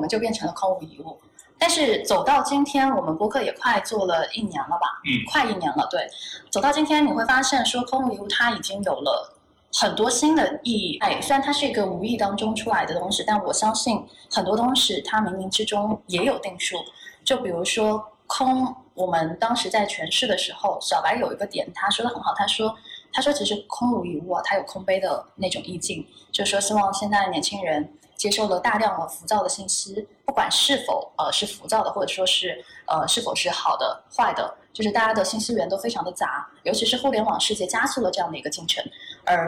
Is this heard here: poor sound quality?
yes